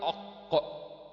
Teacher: يبقى القاف تخرج من أقصى اللسان مع أعلى الحنك الناشف الصلب اللي فوق